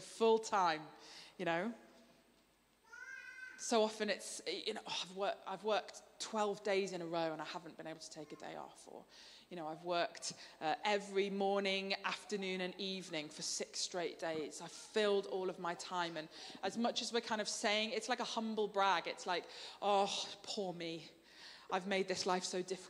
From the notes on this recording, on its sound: Streamed live at St Paul's Shadwell